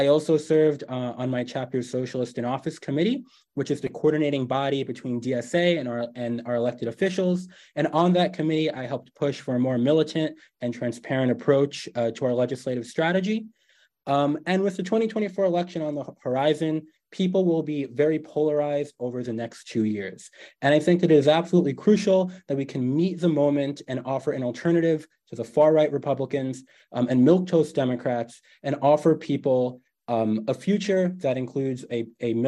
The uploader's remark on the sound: An Online Panel Discussion